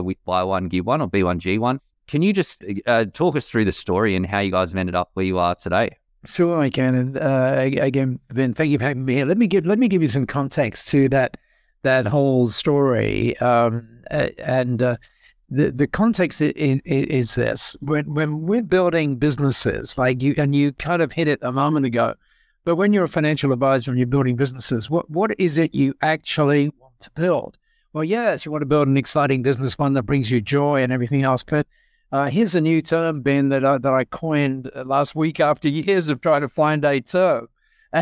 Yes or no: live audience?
no